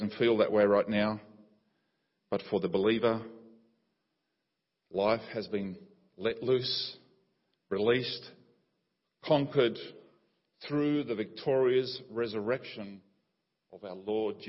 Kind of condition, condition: setting, large echoing room